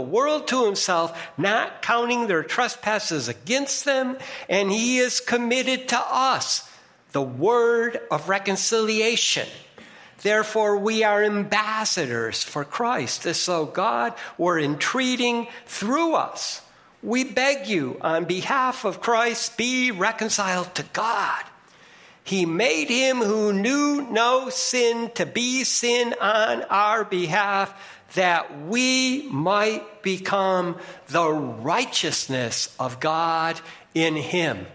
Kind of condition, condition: setting, large echoing room